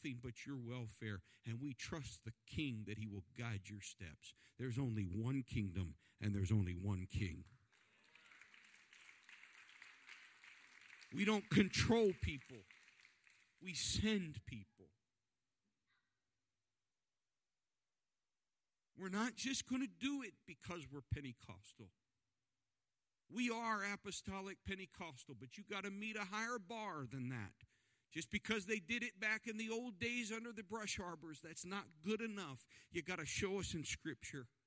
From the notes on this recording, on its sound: This service was recorded live on August 29th, 2021 at Newark UPC.